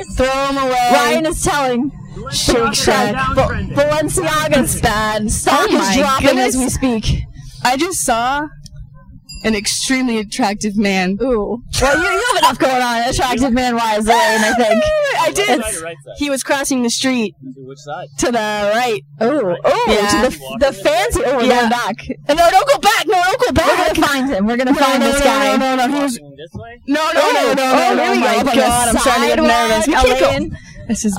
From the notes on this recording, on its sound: The ladies' first Pedicab Podcast. While riding through the streets of Boston.